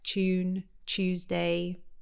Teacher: So in the UK, when you have a T and a U together, we tend to make it more like a ch sound. Some people won't.